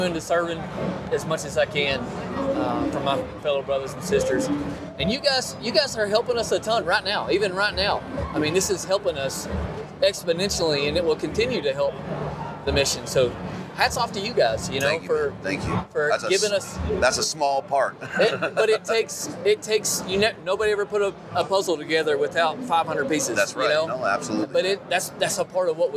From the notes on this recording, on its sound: Live from Hunt Expo 2020. At the Initial Ascent Mountain Dude table.